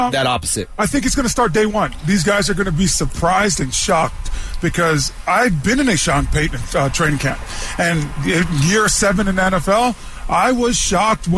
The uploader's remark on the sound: live from Training Camp